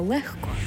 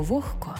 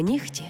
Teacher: Лише в цих словах «г» перетворюється на «х».